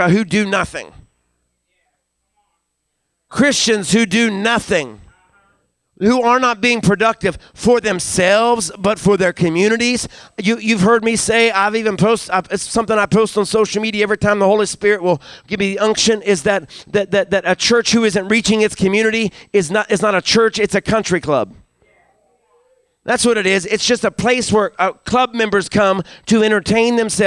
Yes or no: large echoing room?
yes